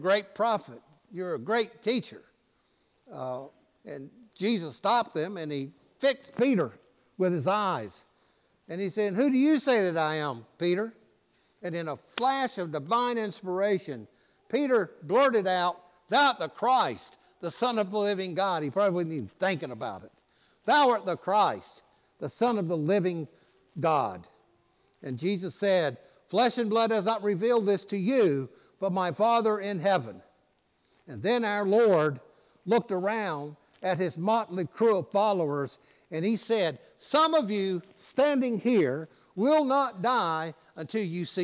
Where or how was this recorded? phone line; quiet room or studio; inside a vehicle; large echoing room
large echoing room